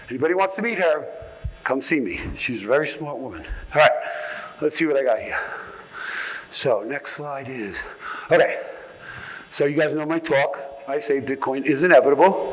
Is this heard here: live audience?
yes